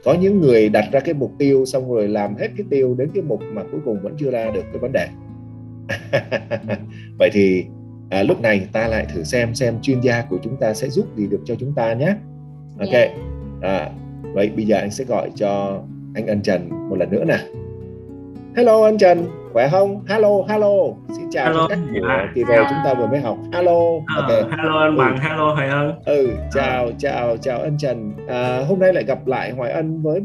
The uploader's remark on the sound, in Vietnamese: Chia sẻ trực tuyến qua Zoom